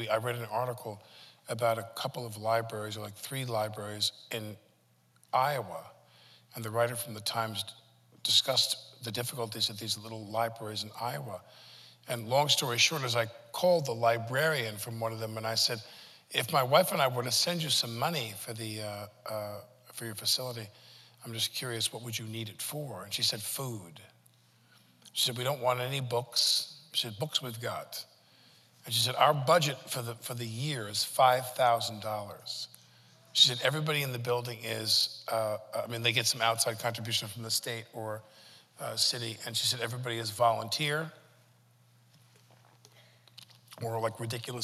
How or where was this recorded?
live audience